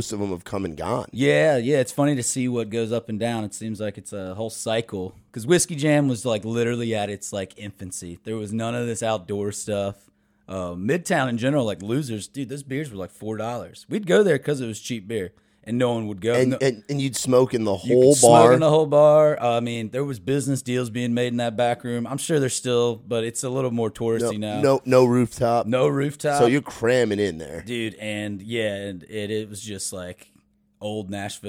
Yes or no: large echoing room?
no